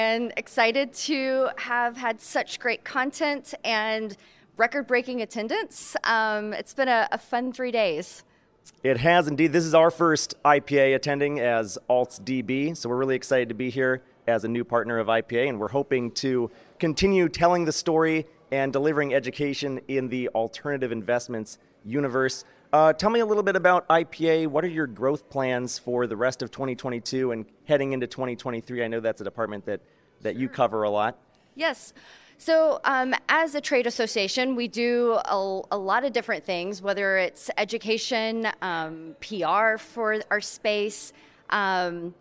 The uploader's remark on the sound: Live At IPAVision 2022. With a live update from the event.